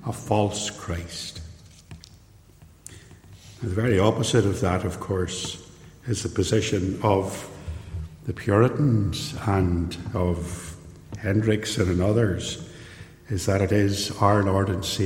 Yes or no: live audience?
yes